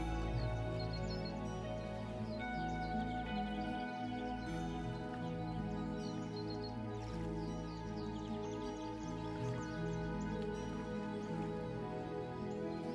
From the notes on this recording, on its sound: Relax to the sounds of birds in nature and guitar music.